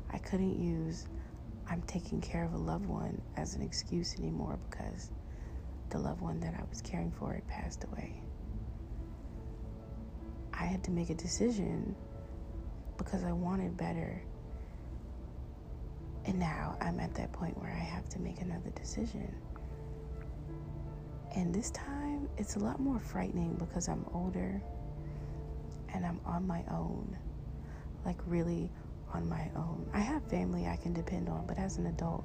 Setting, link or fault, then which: fault, sounds in the background